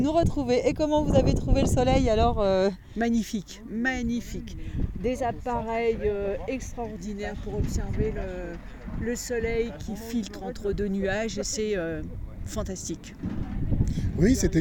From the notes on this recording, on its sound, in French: Observations du Ciel le Jeudi 6 Juillet au Refuge de Plan du Lac à Valcenis – 60 Ans du Parc National de la Vanoise. Lors de notre événement astronomie au Refuge du Plan du Lac pour célébrer les 60 ans du Parc de la Vanoise, nous avons eu l’opportunité de réaliser des interviews inspirantes. Nous avons rencontré des passionnés d’astronomie, des experts et des visiteurs qui ont généreusement partagé leurs connaissances et leurs expériences.